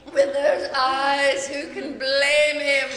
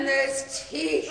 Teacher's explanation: I would think it's some of this dialogue is fun to say, and some of the words, the syllables get drawn out, like the way you say eyes, blame, even teeth